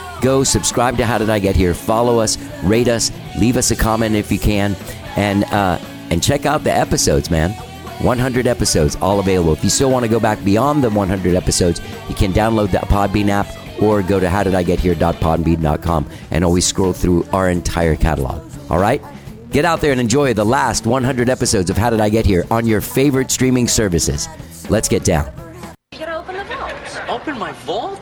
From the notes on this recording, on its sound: We have a great phone conversation